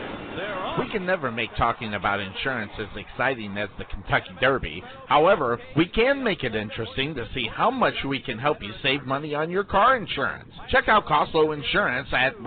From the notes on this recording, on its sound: Live Play-by-Play Texas HS Basketball